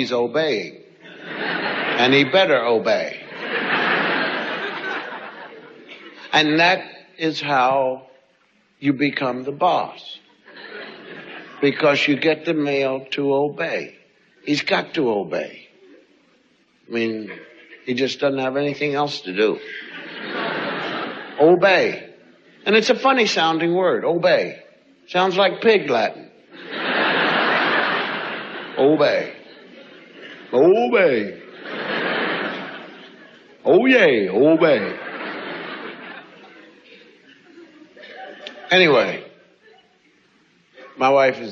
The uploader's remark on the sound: recorded at a performance in Canada